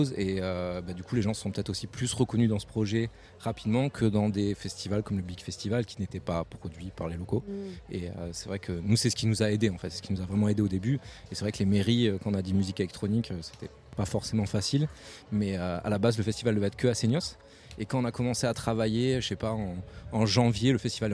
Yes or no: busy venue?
yes